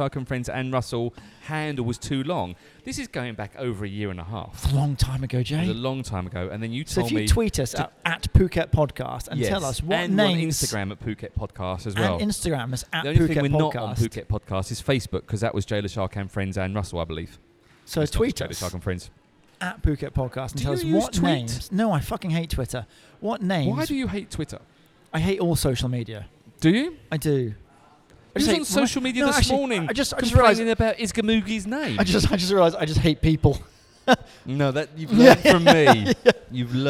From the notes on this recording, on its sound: Recorded at Coffee Lab